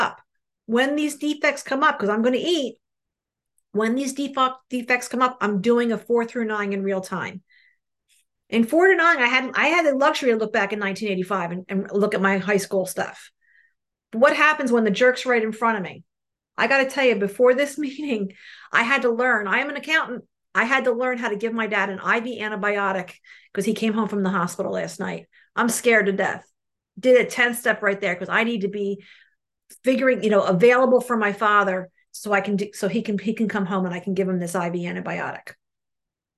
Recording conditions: video call